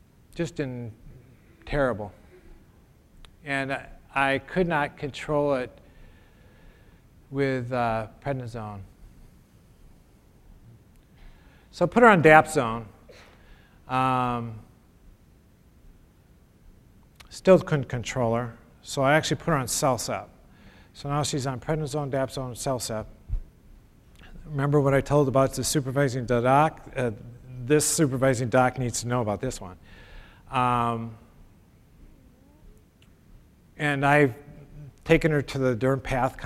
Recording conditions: live audience